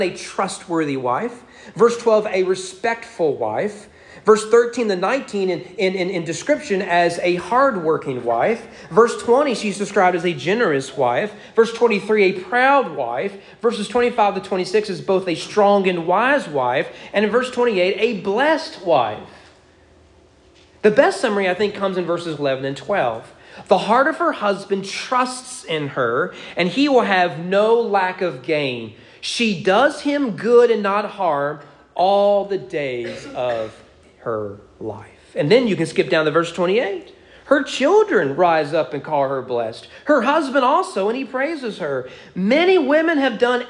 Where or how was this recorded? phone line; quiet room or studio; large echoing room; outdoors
large echoing room